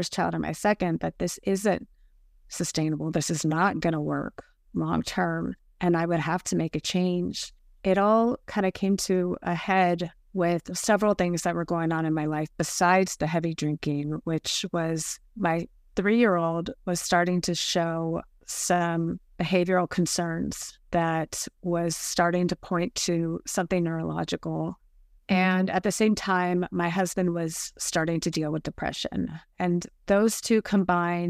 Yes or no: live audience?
no